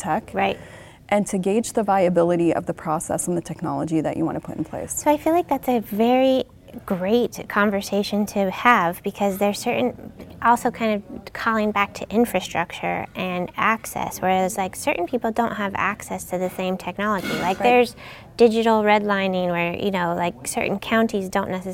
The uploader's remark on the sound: recorded at HIMSS22